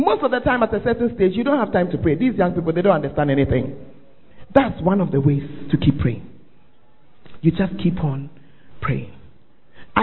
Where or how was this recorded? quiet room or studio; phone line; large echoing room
large echoing room